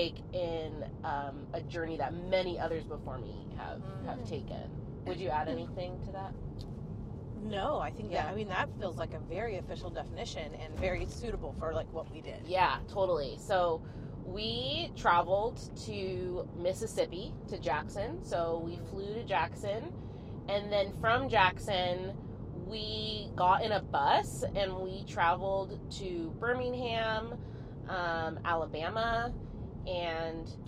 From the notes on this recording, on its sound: we invite more friends in the car to chat